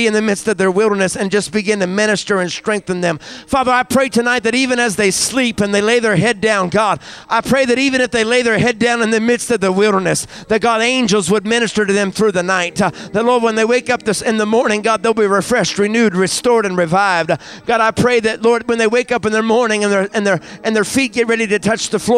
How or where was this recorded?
large echoing room